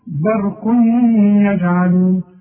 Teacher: الياء من حروف الاضغام. عندي تنوين وبعدين شوف برق يجعلون، وكأن الياء مشدده · Term: الإضغام